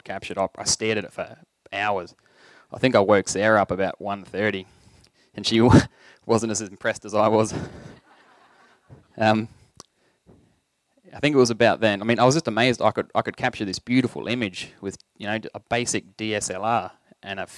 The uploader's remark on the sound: SPUN: True Stories Told in the Territory is a live storytelling event that showcases some of the extraordinary people and stories that make up the Northern Territory. Told at our event in Palmerston.